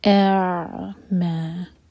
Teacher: Mix up نہیں کرنا. حمزہ کا ساؤنڈ پہلے کلیئر آئے گا اس کے بعد عین کا ساؤنڈ أعمال تو عین ساکن پر تھوڑا سا ٹائم دیں تاکہ جھٹکا نہ ہو.